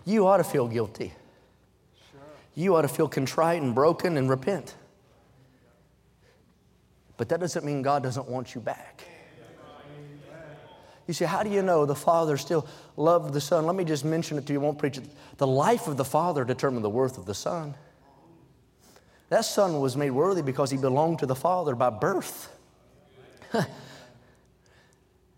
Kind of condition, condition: setting, large echoing room